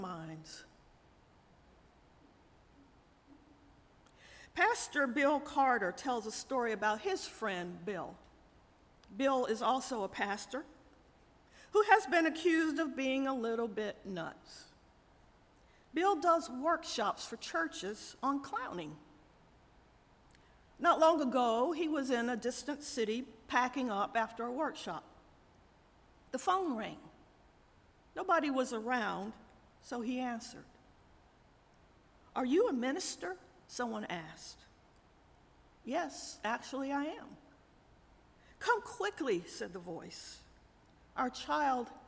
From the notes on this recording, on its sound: Audio from our 9:00 am Worship Service.